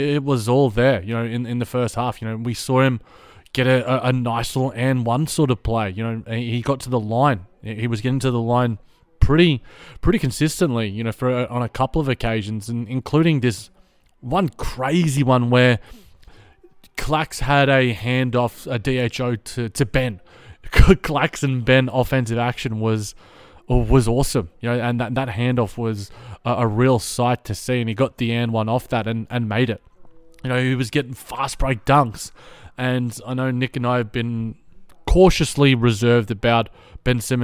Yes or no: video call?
no